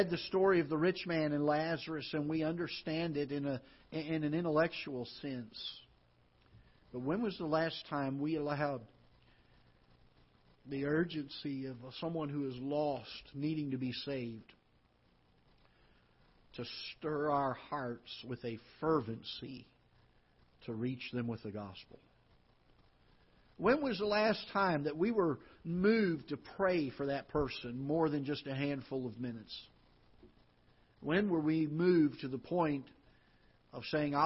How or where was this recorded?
large echoing room